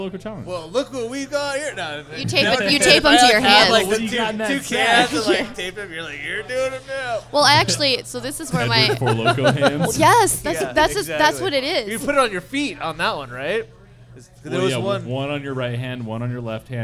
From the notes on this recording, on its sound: Recorded live at The Local!